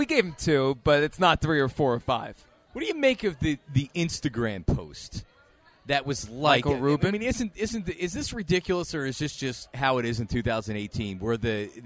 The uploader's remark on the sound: live from the AT&T Store in Philly